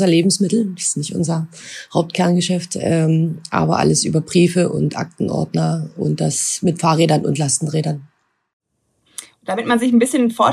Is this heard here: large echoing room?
no